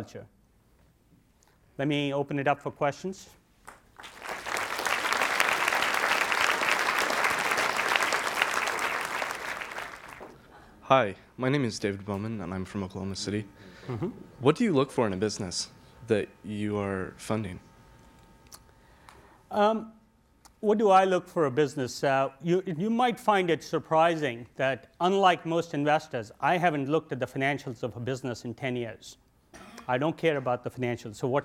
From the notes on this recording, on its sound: Recorded at a 2000 gathering of the Academy of Achievement in Scottsdale, Arizona. In this podcast, recorded at a 2000 gathering of the Academy of Achievement in Scottsdale, Arizona.